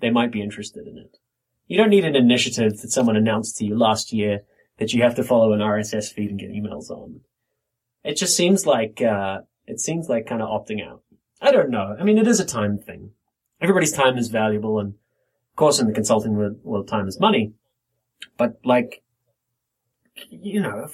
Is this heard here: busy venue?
no